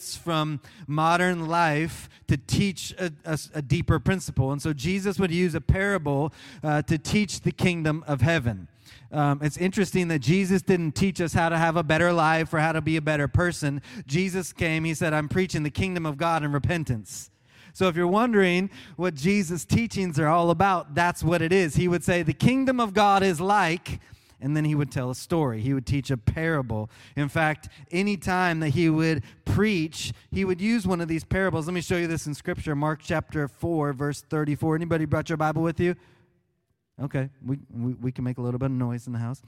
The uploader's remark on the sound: Live from Orlando, Florida